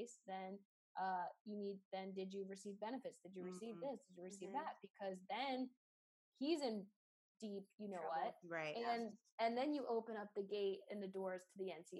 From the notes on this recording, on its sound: on this Hoops Talk Podcast Zoom’d episode